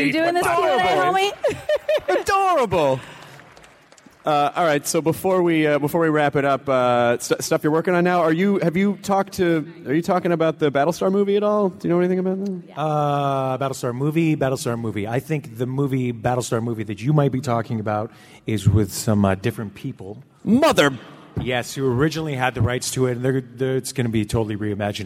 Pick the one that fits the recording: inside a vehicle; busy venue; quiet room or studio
busy venue